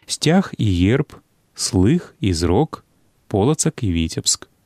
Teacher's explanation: толькі пасля словаў на зычныя «к» і «х» гук «і» не змяняе свайго характару